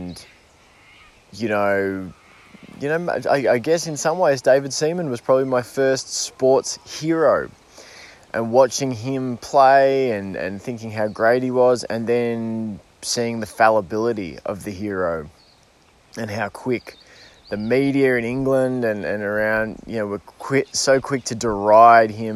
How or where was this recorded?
outdoors